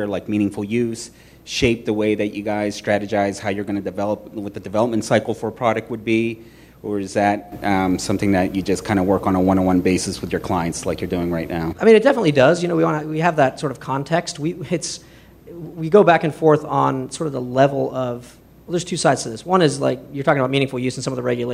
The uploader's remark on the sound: This is the audio recording from the live event on 6/2/2016. ProductCamp.